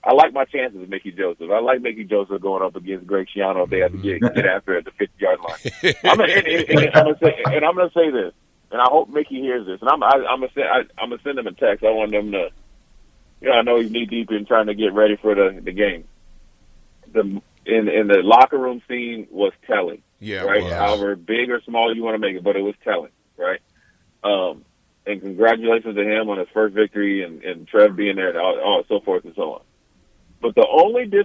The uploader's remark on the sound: joins over the phone